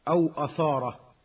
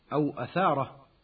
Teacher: يخطئ ويفخم الثاء مع ألفها لمجاورة الراء المفخمة · Shown in: first take · فيقول: أو أثارة، وصحتها أو أثارة بالترقيق.